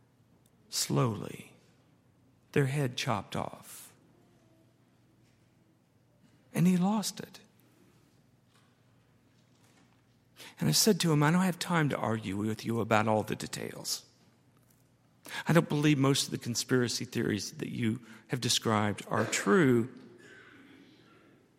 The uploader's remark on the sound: at Highland Baptist Church